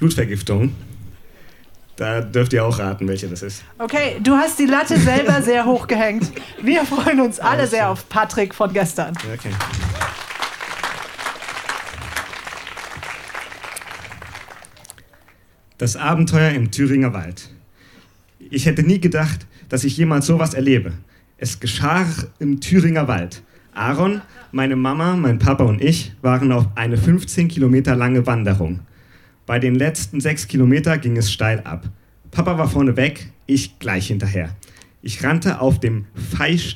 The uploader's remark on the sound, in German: Ausschnitte aus der Veranstaltung vom 03.09.2020 im Kulturhaus Insel der Jugend, Berlin. Liveshow am 03.09.2020 im Kulturhaus Insel der Jugend, Berlin. Heißen Dank an das Kulturhaus Insel, unser tolles Publikum.